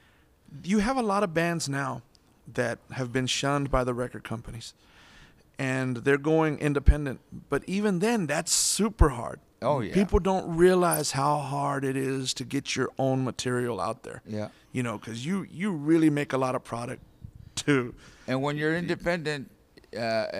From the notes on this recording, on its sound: we recorded this interview at Most Precious Blood Catholic Church in Corpus Christi in December 2012